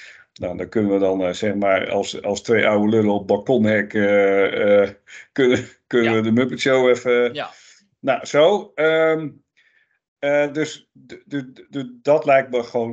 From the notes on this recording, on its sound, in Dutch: Geluidfragment via clipchamp losgekoppeld na downloaden vanuit opname in Teams.